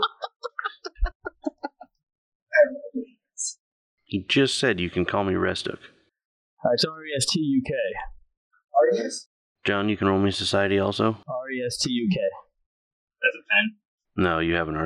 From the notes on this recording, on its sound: Please excuse the quality on this one; we had some recording issues and are in the long process of transcribing and re-recording the lines. It'll be updated piecemeal as we get them in.